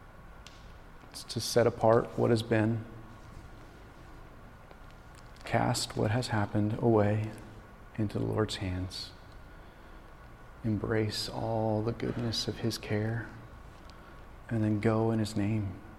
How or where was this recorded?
large echoing room